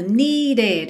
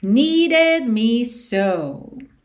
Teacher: esse E aí do meio é pronunciado, needed. Essa palavra tem mesmo duas sílabas, ok? Needed me so.